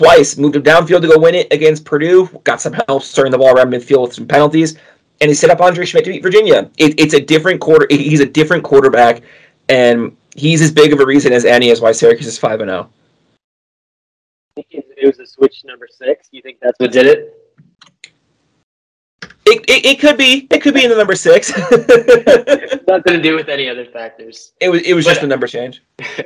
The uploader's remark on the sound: We are aware of the potential audio issues